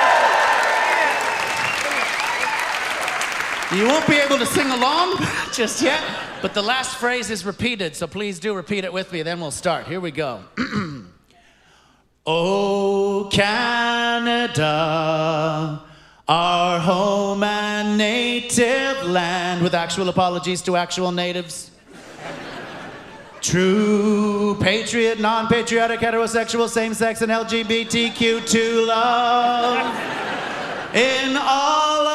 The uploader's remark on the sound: In front of a live audience. Courtesy of The Debaters at a live taping in 2018.